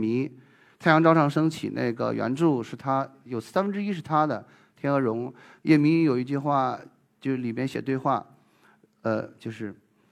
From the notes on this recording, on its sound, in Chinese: 一席现场。